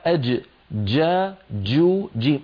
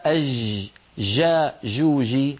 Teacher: احبسي صوت الجيم، الجيم الفصيحة أج جا جو جيم، صوتها محبوس · Shown in: first take · ليس أج جا جو جي، ليست كذلك.